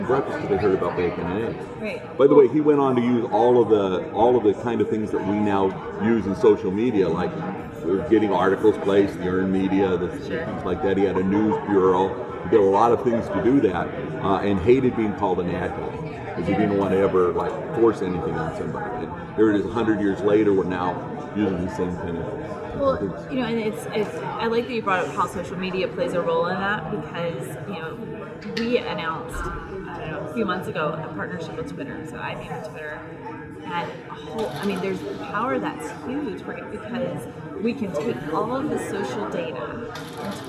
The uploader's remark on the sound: live at IBM InterConnect